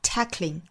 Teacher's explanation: 在 k 和 ling 之间没有其他的元音